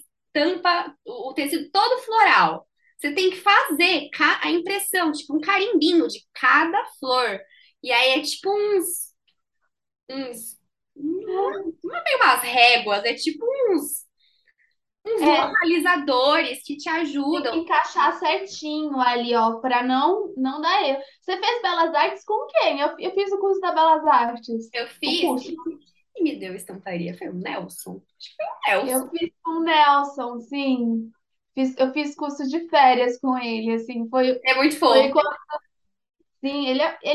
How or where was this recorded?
video call